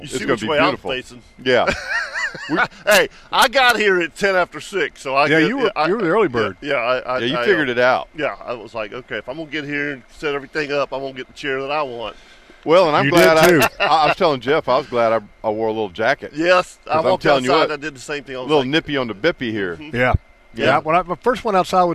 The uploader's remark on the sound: LIVE at the NEFL Fall Boat Show! The guys sounded off about it, along with a collection of callers, too.